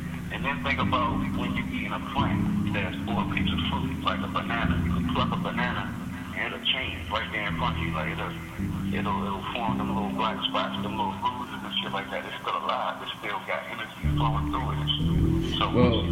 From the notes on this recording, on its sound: An elevated conversation over the phone.